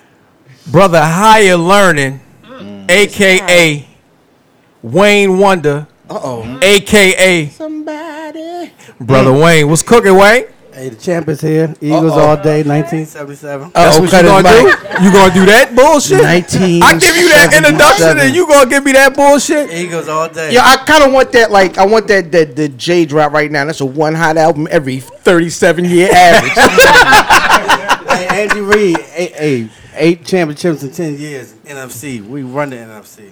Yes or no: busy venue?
yes